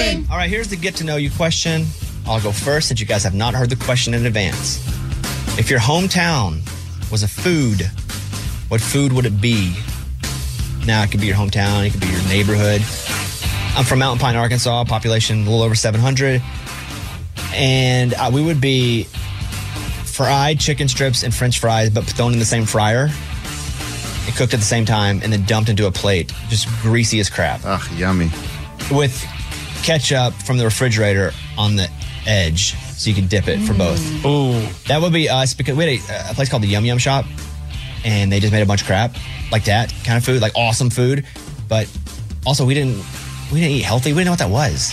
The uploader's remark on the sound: Boss Calls